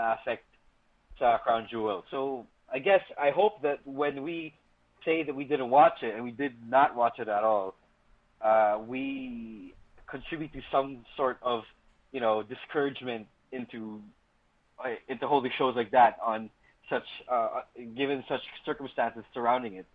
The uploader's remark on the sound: It's another phone call episode of the Podcast